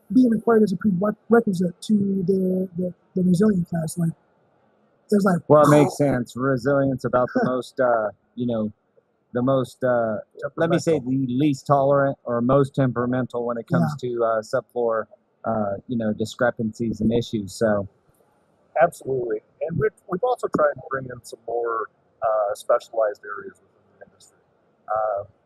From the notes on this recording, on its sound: In this exclusive bonus episode, the guys are live from TISE with some of the industry's favorite faces.